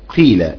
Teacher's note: يبدأ بضم ثم بكسر قيلة، يشير إلى ذلك قويلة، يعني فقويلة الفعل وليست الاسم. · Term: إشمام